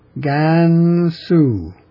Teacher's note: The first syllable of which is held to be even pitch. And the second syllable of which is descending.